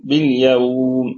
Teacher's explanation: بالله قلنا وباليوم الآخر، الباء حرف جر، والهمزة ساقطة بدءا ووصلا، واللام ساكنة فيها صفة البينية، وباليوم والياء مفتوحة، أتى بعدها واو ساكنة فهي واو لينة، فهذه في الوصل حرف لين فقط، وأما وقفا فهو مد لين عارض للسكون.